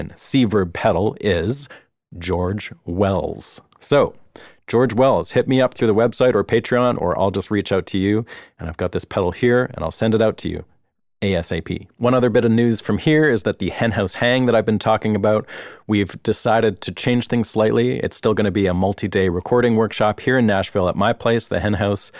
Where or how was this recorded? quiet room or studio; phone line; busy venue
quiet room or studio